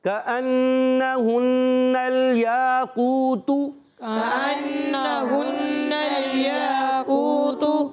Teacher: اچھا دیکھیں، یا الف زبر، یا یہ الف مدہ ہے، یا اور قاف واؤ پہ شکو، یہ واؤ مدہ ہے، الف مدہ بھی ہے، واؤ مدہ بھی ہے، دونوں کو ایک ایک الف کھینچیں گے، مگر جیسے ہی تا کی پیش آئے اس کو نہیں کھینچیں گے. یہاں قاف پیش کو ہے، کو کو، مگر تا پیش تو، رک جائیں گے تو.